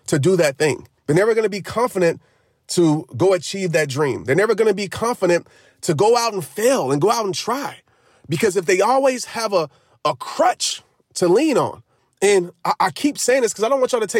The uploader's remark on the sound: The answer: in the car!